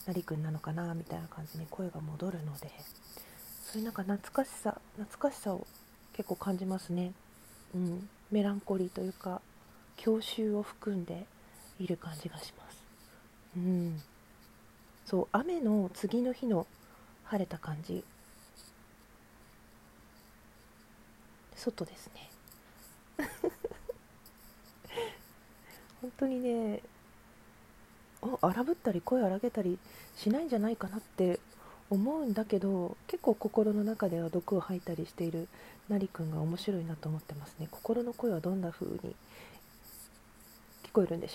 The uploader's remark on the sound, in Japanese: From Radiotalk。雑音入ってしまってごめんなさい。